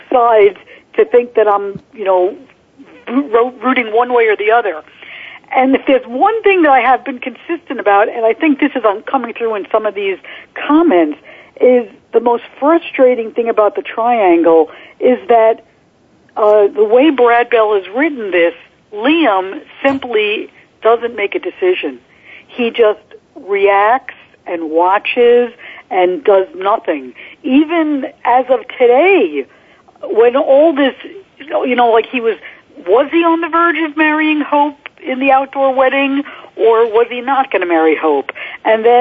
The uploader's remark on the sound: This week, we open the phone lines up for the entire hour to you, the soap fans. If you have comments or questions about your favorite soap, you're invited to call in during the live show.